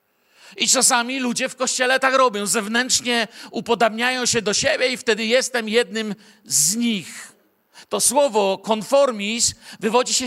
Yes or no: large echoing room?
yes